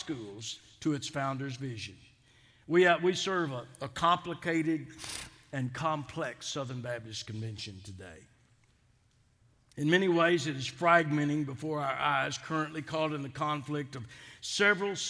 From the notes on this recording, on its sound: Delivered the Founder’s Day Address at Southwestern Baptist Theological Seminary on March 10th, 2022 in #SWBTSChapel.